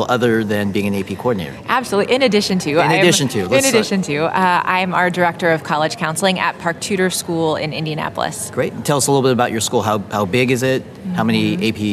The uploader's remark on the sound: Live at the AP Annual Conference. Live from the AP Annual Conference in Seattle, WA. In this collage of short interviews.